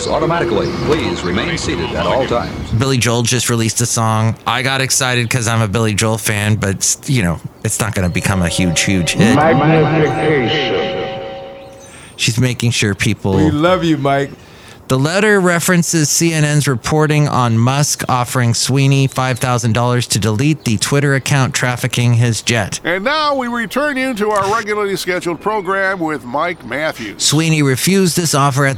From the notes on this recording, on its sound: podcasts live from Café Anyway